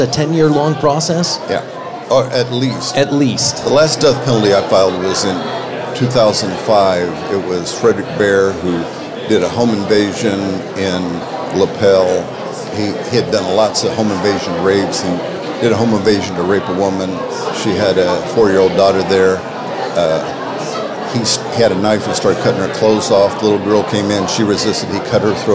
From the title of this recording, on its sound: Live from the Lincoln Day